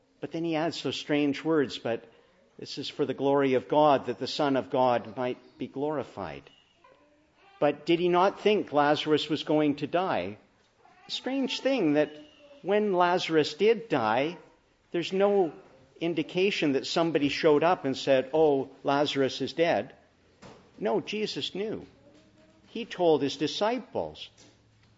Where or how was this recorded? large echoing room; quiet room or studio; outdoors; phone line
large echoing room